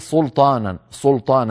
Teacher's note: فيفخم السين وتصير كأنها صاد سلطانا. لابد من بقاء السين مرققة ومن بقاء اللام مرققة ثم ننتقل إلى الطاء المفخمة، هكذا سلطانا سلطانا، ولا نفخم السين البتة.